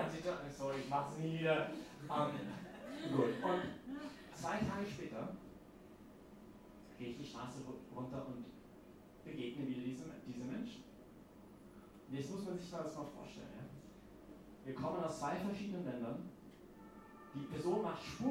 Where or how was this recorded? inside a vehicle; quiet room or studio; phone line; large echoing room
large echoing room